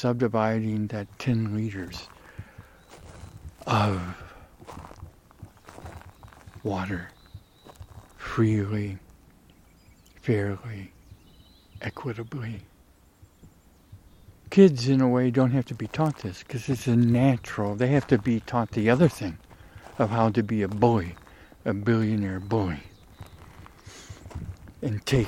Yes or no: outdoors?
yes